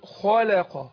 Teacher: اللام مرققه وقعت بين حرفين مفخمين الخاء والايه والقاف فانا مش عايز الحرفين دول ياثروا على اللام